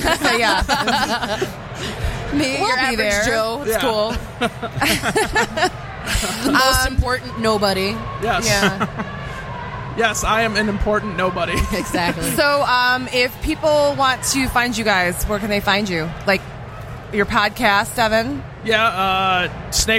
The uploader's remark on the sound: Live From Motor City Comic Con